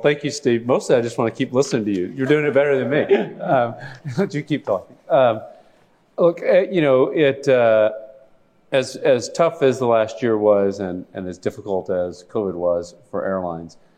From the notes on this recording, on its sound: An edited version of a live event recorded on March 2. For a fireside chat.